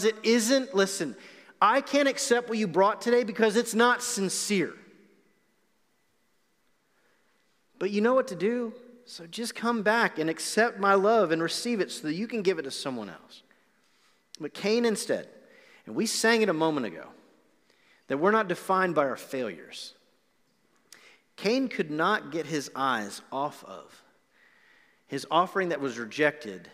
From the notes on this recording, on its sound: Recorded live on November 1, 2020 at The Fellowship in Nashville.